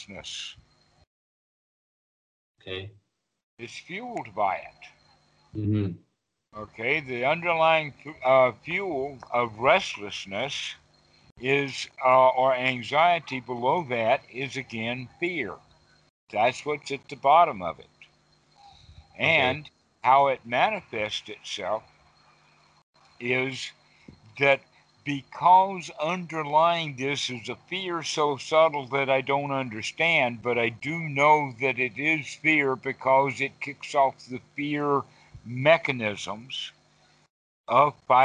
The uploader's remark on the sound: skype calls on this channel